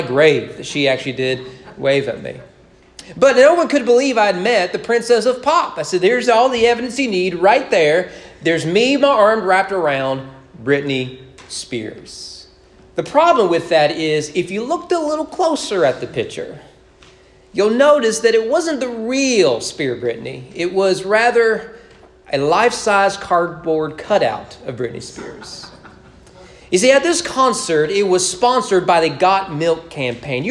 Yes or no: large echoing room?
yes